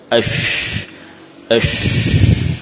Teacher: sifat menyebarnya nafas dari sekitar makhraj huruf shin, yaitu tengah-tengah lidah. Kemudian nafas dan suara dari shin, ya, mengarah ke, yani di sekitarnya, ya, membentur permukaan dalam dari gigi-gigi. · Term: tafashi